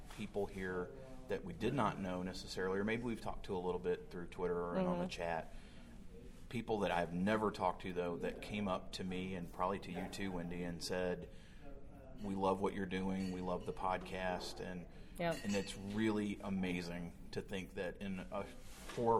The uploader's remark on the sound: sat down face to face with a microphone LIVE from SHRM18 in Chicago, IL!